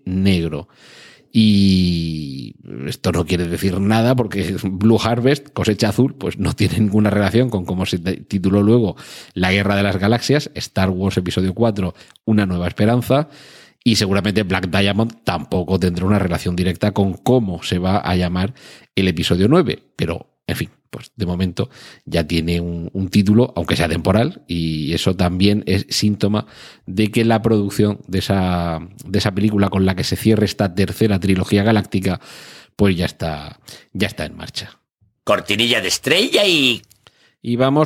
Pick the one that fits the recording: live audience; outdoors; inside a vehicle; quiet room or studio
quiet room or studio